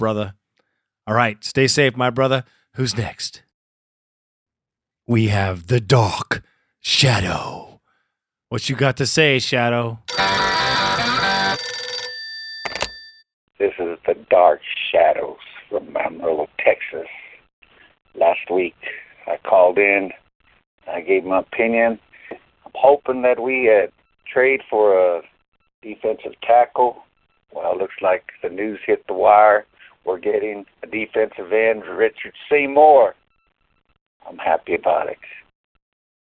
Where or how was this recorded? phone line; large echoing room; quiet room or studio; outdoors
phone line